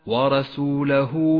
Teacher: بشكل صحيح والآن مد الصلة الصغرى عند قوله تعالى ورسوله سيصيب هاء الضمير وقبلها حرف متحرك وبعدها حرف غير الهمزة يمد مد الصلة الصغرى حركتين